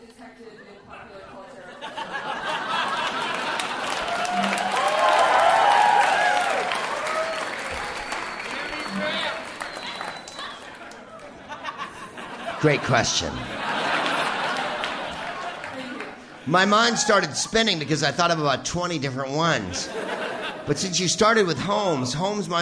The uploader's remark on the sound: Live from the Bell House in Brooklyn, NY